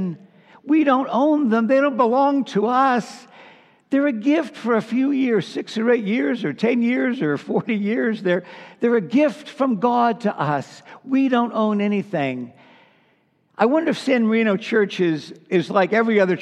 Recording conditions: large echoing room